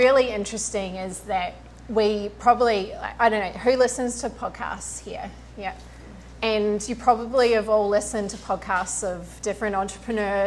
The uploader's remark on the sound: In this episdoe I'm sharing the audio from my first event, Flourish + Thrive.